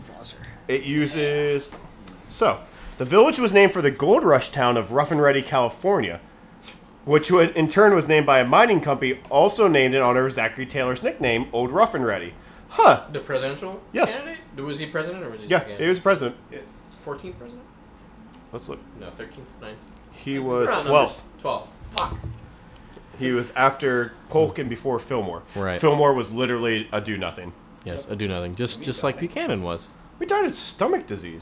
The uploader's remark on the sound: This episode was recorded live in Manayunk during Julyfest. Disclaimer: Due to some errors during recording, there is a missing piece of audio during the episode. There is also more background noise than normal due to the live setting.